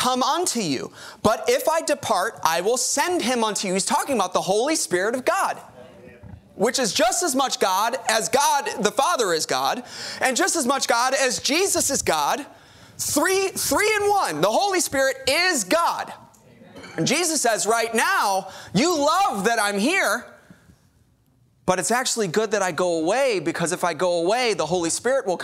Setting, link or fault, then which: setting, large echoing room